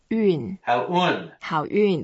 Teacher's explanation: when we pronounce 运, we try to make our mouth a bit rounded as if we were going to whistle.